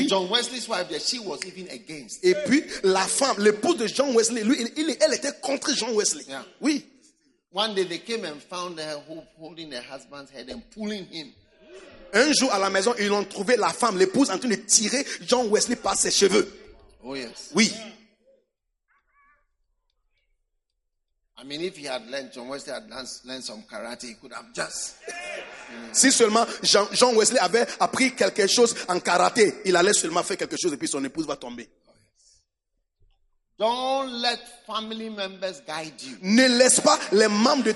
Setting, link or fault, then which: setting, live audience